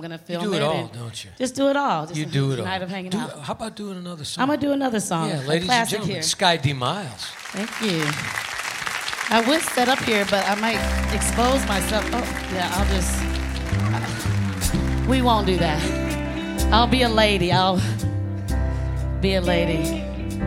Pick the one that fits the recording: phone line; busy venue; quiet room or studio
busy venue